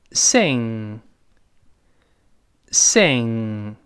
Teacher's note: 又是一个舌根音，前面发诶，后面拱舌根